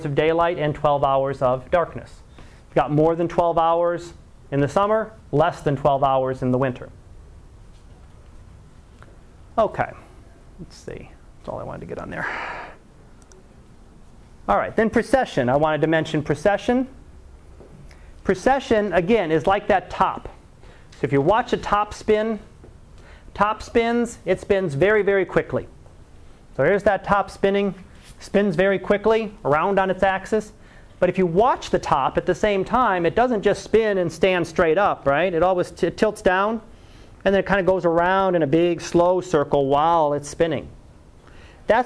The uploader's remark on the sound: Live Class Lecture